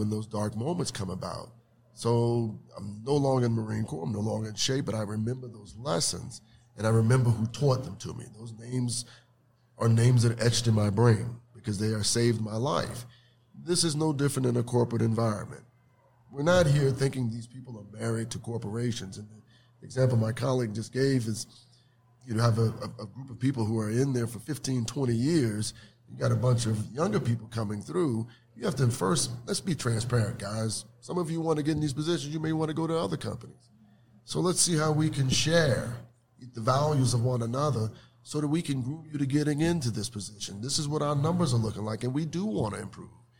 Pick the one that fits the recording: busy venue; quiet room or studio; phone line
busy venue